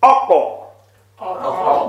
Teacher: the back portion of the tongue, rises towards the uvula, the thing that's dangling down in the middle of your throat, rises and touches · Term: Qaf